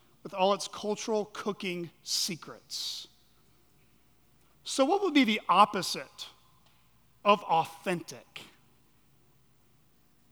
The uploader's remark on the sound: at Chaffee Crossing Baptist Church in Barling, AR.